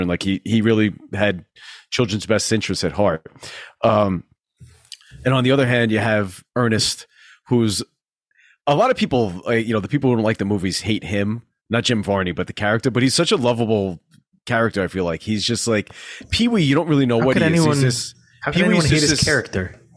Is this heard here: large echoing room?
no